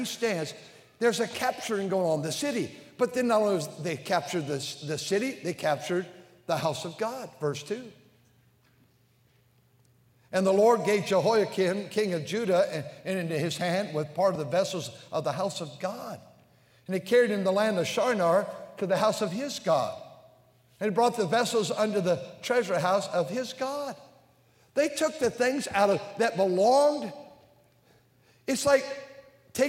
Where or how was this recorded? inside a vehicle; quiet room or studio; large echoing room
large echoing room